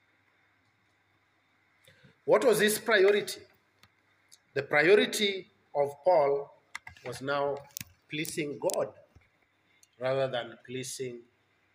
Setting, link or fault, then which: setting, large echoing room